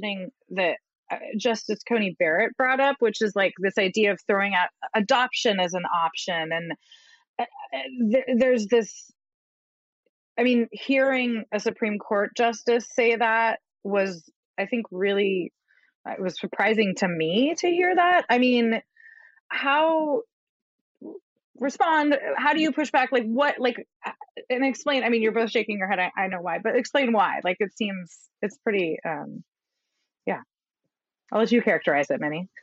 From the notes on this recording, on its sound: This program was recorded via video conference on February 23rd, 2021 by the Commonwealth Club of California.